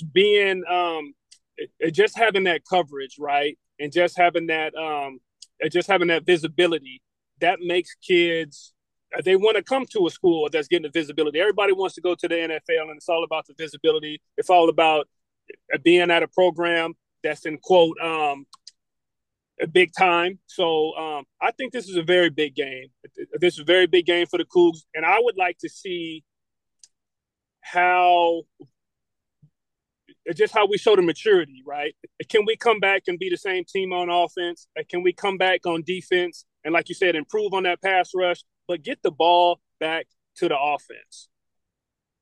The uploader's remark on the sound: recording from a car as he picks up his kids